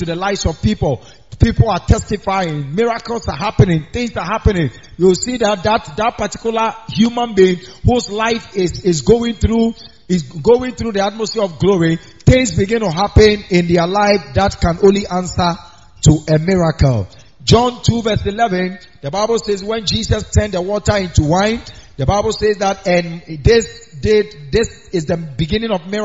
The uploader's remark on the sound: preached on wednesday at the miracle arena